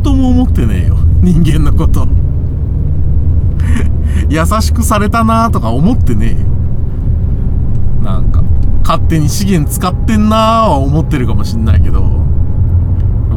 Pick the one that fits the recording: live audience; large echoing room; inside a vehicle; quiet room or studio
inside a vehicle